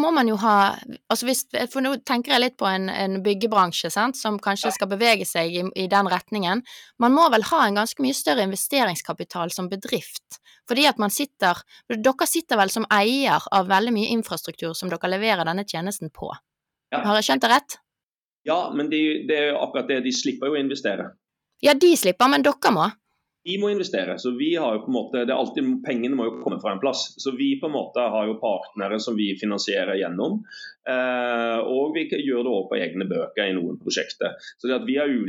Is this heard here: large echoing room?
no